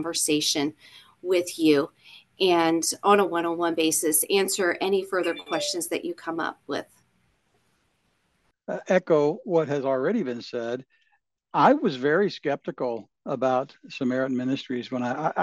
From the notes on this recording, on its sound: Samaritan Q&A Zoom Call. A Zoom Call Q-A we held with Samaritan Ministries and some broadcasters.